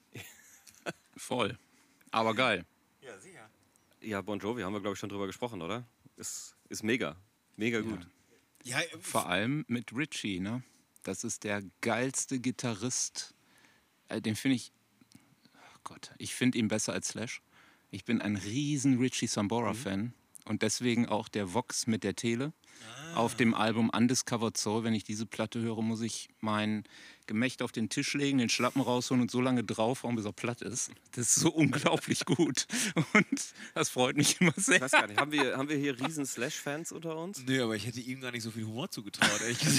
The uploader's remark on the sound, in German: Wir sitzen wieder im Garten am Grill (sorry, für die Nebengeräusche)